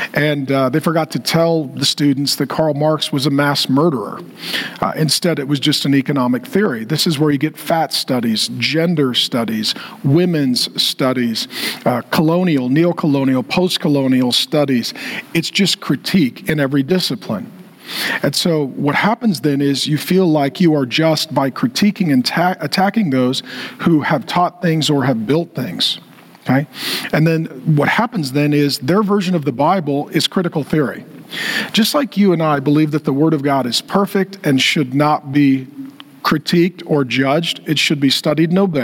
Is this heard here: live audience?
yes